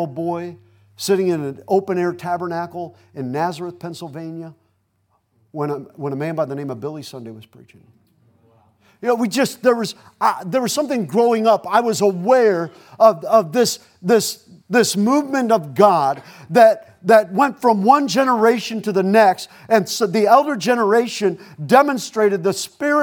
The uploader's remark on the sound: Preached at Gulf Coast Baptist Church in Ft. Walton Beach, FL.